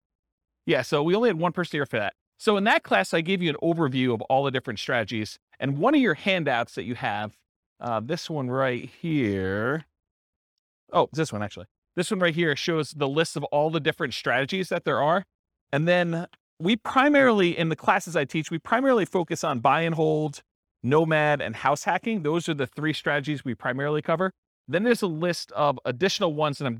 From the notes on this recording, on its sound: This was a live class recorded